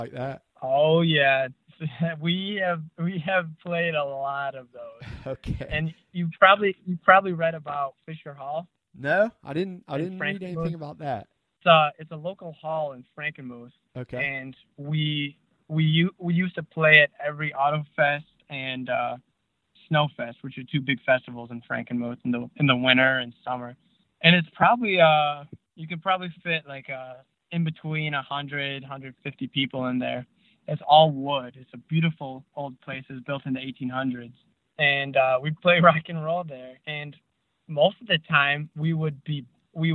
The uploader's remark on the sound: we jump on the phone for a fun and enlightening conversation